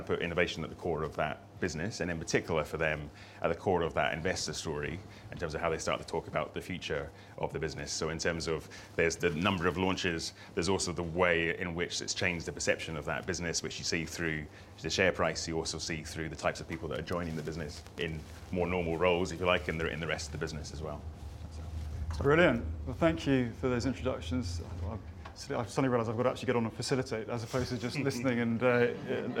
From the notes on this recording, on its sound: a recording of a recent event we heard at our headquarters, near London Waterloo, called Innovate BIG Breakfast.